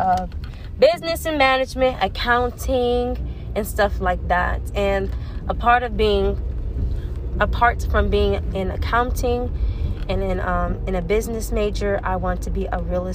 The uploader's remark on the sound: I am driving in the car while recording so be aware of background noise!